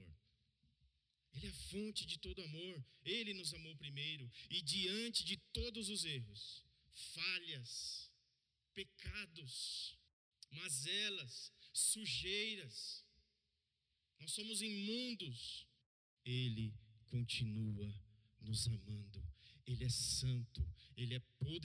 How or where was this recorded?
large echoing room